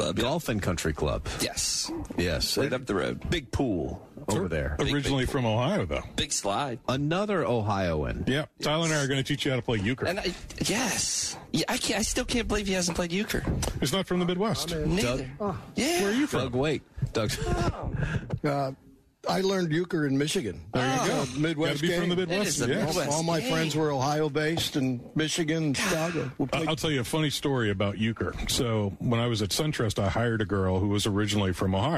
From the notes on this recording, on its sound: live from Pinetree Country Club.